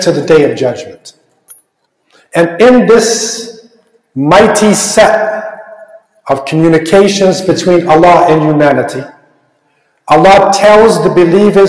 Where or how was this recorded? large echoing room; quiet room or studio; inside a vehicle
large echoing room